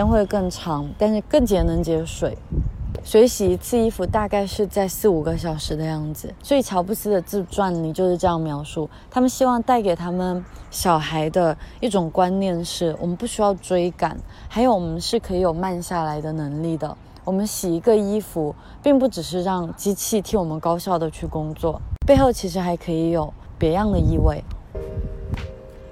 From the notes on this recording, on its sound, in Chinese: 这一期是在里斯本的城市公园录制的，风声比想象中大了一些，在某一部分可能会影响一部分音质